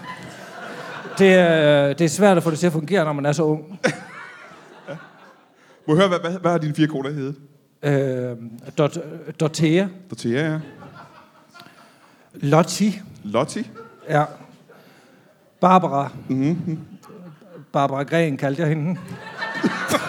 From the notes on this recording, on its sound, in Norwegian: LIVE fra Comedy Zoo.